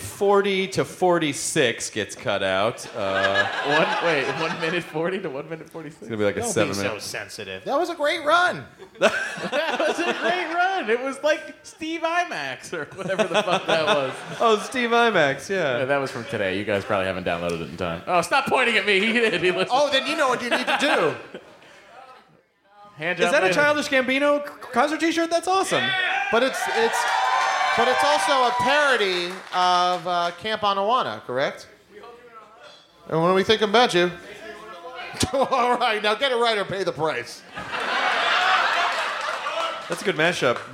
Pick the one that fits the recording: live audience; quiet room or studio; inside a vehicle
live audience